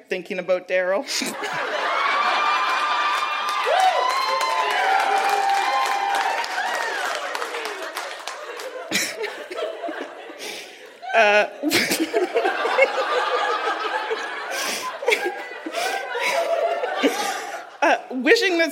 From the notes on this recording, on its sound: Recorded live at the Black Knight in Yellowknife.